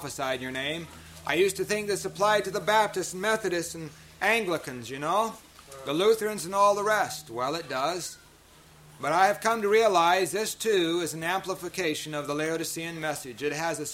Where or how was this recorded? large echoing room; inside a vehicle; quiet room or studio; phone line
large echoing room